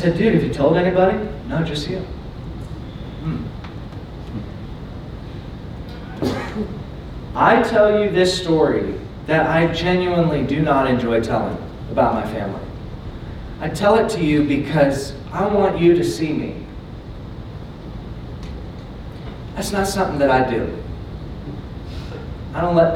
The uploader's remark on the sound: Keynote Presentation from Emergence '23. I recently presented at the annual Emergence Conference in Orange County.